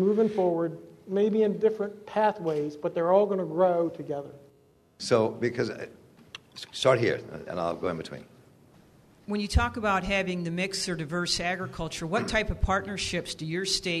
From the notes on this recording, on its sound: listen to a panel I moderated last week for the ESLC's 15th Eastern Shore Planning Conference